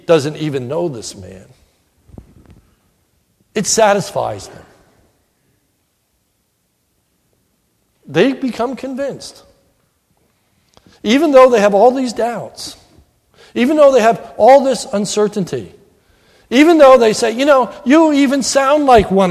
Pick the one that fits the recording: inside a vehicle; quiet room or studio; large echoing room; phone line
large echoing room